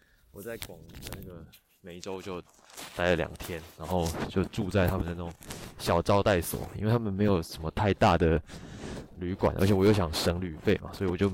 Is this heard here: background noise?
yes